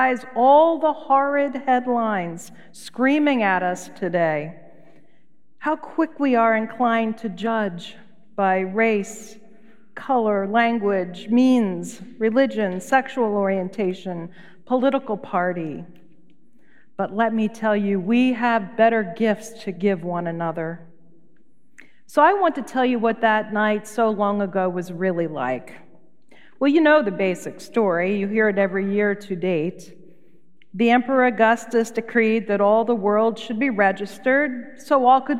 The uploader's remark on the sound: Recorded live at Beatitudes Church in Phoenix, AZ on 12.24.23